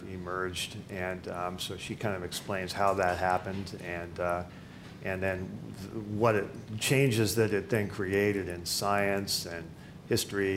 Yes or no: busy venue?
yes